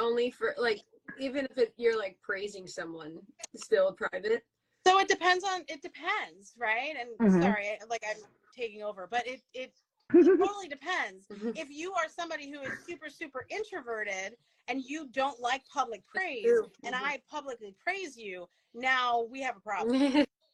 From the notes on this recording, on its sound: We were invited to go live on instagram